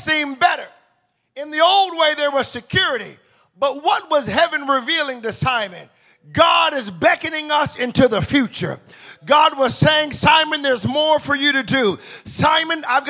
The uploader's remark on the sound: Welcome to the first sermon of 2024 at Extraordinary Church